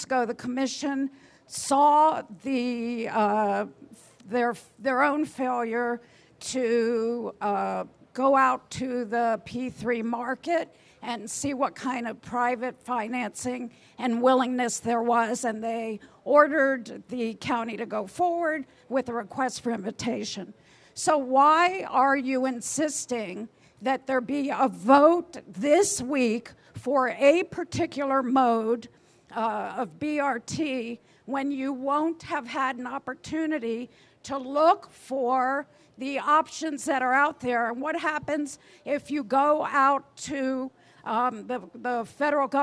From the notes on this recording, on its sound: Live from Shots Bar in Wynwood, the Miami Transit Townhall brought together four special guests with a live studio audience.